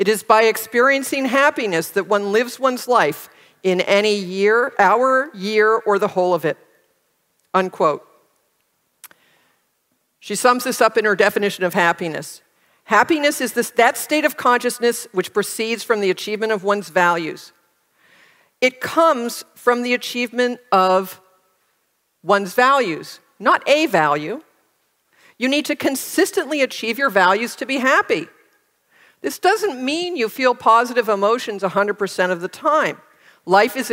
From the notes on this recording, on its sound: Recorded at OCON on Saturday, July 1, 2023, in Miami, Florida.